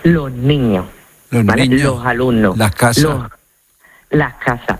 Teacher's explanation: en lugar de pronunciarla con la S, lo que hacemos es aspirarla · Term: S aspirada